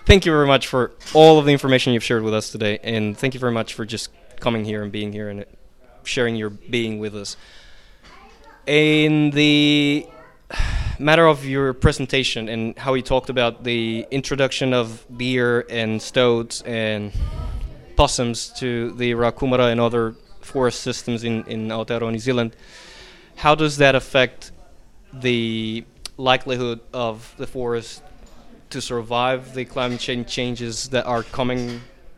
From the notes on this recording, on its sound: We had the fortune to be present at Tairawhiti Climate Summit, a hui that brought together a large number of people. We brought a microphone along and were able to talk to a few of them.